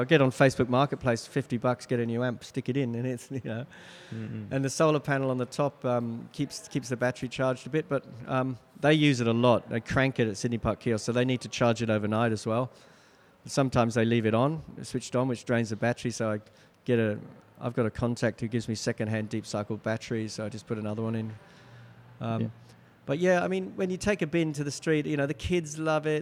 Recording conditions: live audience